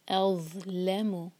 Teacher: ضو ساکن کے بعد لام تو لام پر زور